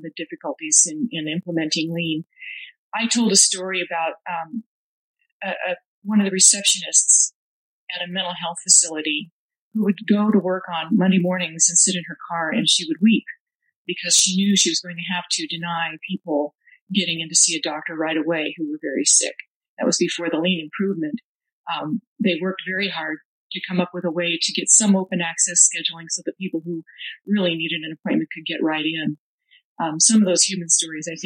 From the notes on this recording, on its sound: Remastered Oct 2022 - the audio quality isn't great.